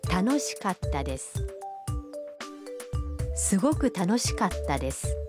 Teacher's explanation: کتا کے تلفظ میں کا اور تا کے درمیان ہلکا سا وقفہ ہے